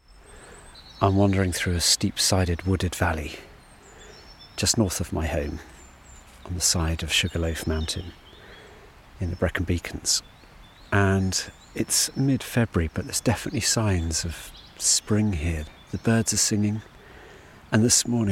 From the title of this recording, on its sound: A beautiful and relaxing walk on the Isle of Seil